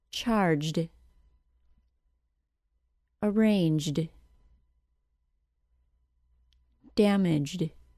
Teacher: So we will not say watched or changed. Since the J sound is voiced and an ED ending added to it will be pronounced as a D sound, it will sound like jd, as in changed.